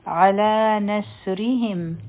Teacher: صاد غط حرف دي لیکن دي سیٹی آواز دي